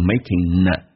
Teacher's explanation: Making a 跟有一个连音，可以把 g 去掉，用 n 进行连音 · Term: 用 n 连音